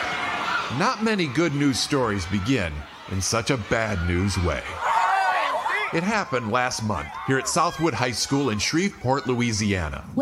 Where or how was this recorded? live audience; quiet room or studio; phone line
live audience